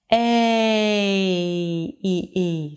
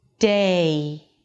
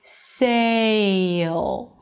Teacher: for the A as in day, you have a shift from one sound to another. It's a diphthong. And it means that you change the position of the tongue and the mouth as you pronounce the sound. · IPA: seɪl